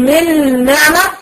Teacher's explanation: برضو الغنة دي غنة ايه غنة المبغم فيه مش النون الاولانية النون الاولانية اختفت ودخلت في الثانية والدليل على كده ان انا عندي شد بسميه ادغام كامل بغنة